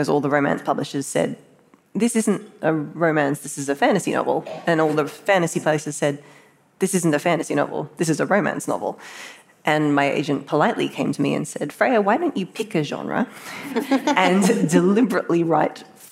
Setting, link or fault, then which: setting, live audience